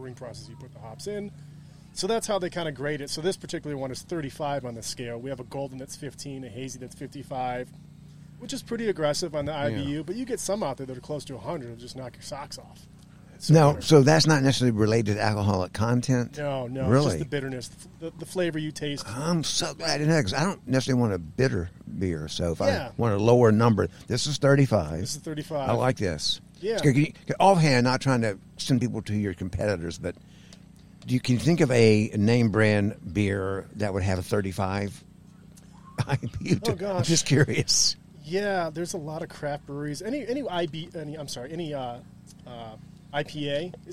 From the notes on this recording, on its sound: We were invited to show up at the Forest Festival at DuPont State Recreational Forest near Brevard, North Carolina a few weeks ago to record a series of podcasts.